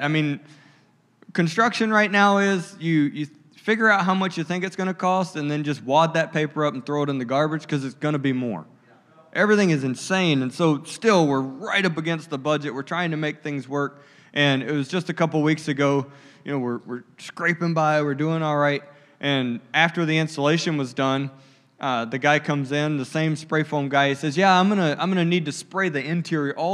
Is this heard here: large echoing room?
yes